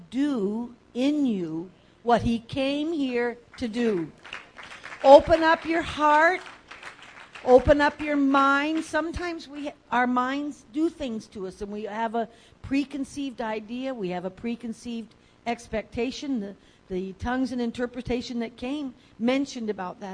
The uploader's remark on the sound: message from Foundation Conference Friday evening 3 June